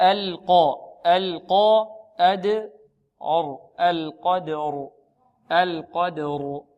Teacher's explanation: ترقيق اللام وتفخيم القاف